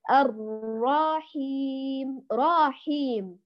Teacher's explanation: يمطط الراء المفتوحة ويدخل ألفا ويمد الراء من الطبيعي، والراء هنا متحركة، فانتبهوا لهذه النقطة، نبهتكم عليها في الاستعاذة · Term: تمطيط